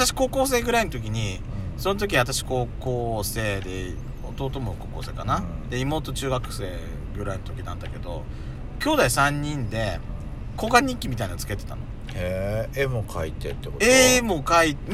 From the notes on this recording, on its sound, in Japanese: パーキング収録。